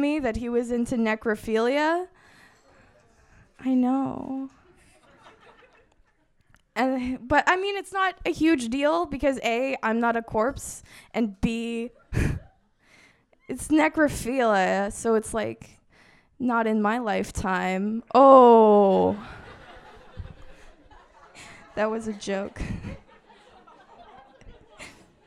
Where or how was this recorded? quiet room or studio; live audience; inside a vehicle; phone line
live audience